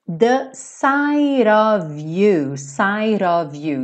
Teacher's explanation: Então, sight, o T virou rarara. E of, quem acompanha aqui há mais tempo já está careca de saber que vai ter o som do V, of, v, v, v, v, v, tá?